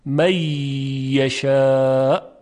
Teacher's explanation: ادغامش از نوع ناقصه، یعنی غنه نون باقی میماند، می یشاء. نمیگوییم می یشاء، صفت غنه باقی میماند.